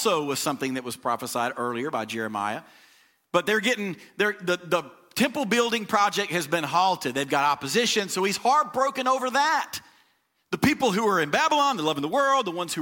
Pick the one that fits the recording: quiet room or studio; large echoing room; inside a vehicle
large echoing room